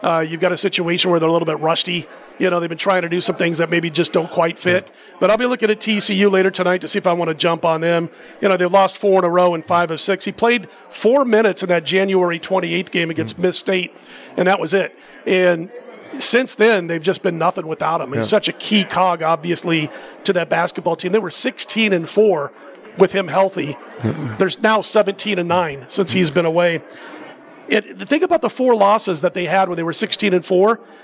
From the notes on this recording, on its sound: Live from the Superbook at the Westgate Las Vegas.